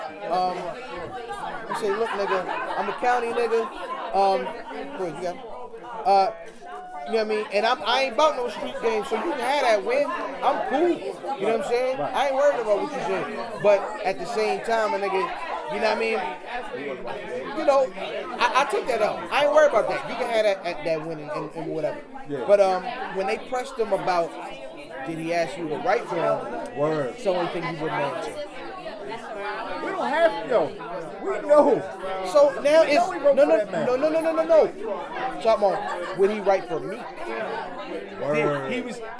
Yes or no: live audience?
yes